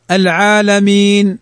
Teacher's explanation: المد بسبب السكون نوعان: المد العارض للسكون، المد العارض للسكون، المد العارض للسكون يعني تكون الكلمة متحركة ولكن للوقف سكنت فعرض لها السكون. فالمد العارض للسكون يمد بمقدار حركتين أو أربع أو ست